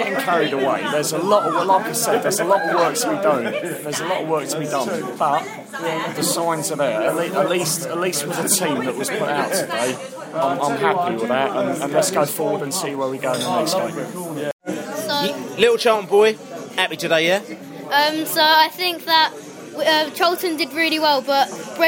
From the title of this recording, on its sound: post match podcast from the pub